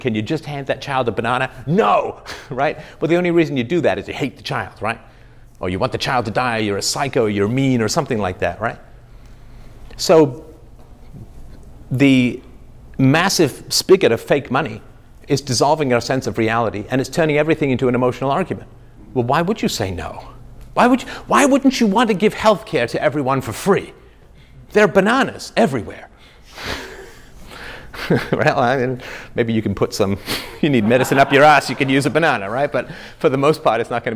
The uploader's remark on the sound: This is an exclusive live 2 hour workshop filmed in Orlando Florida by 21 Studios at The 21 Convention World Event.